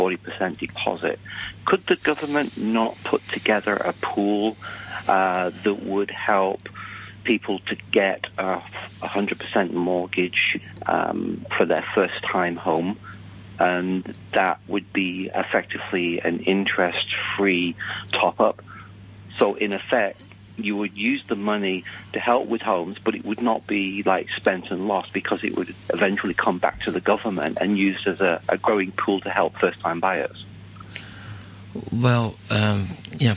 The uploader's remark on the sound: Phone-in